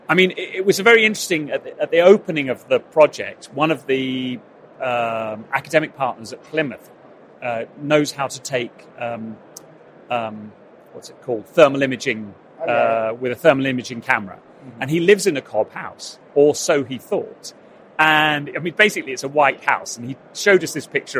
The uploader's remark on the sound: Conversations recorded at Futurebuild 2022